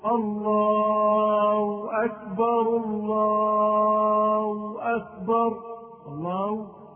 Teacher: الخطأ التاسع: حذف هاء لفظ الجلالة وإبدالها واوا. ومن أخطاء بعض المؤذنين أنهم يبدلون الهاء واوا في لفظ الله أكبر، فينطقها أحدهم الله أكبر الله أكبر الله ولا يقول الله، وهذا خطأ فادح ينبغي التنبه له، لأن بعض المؤذنين يؤذن وهو لم يتعلم الأذان أصلا، وإنما ينبغي أن يظهر الهاء فيقول الله أكبر الله هو.